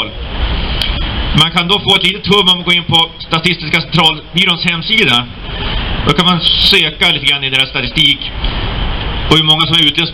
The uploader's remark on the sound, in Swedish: 3 november 2019 på Raoul Wallenbergs torg